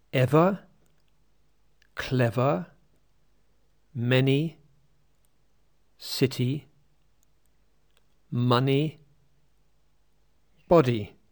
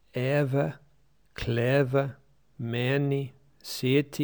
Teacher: You should remember that all Icelandic vowels can be long or short, but in RP, lax vowels are always short, and Icelanders often make the mistake of lengthening English lax vowels. · Shown in: first take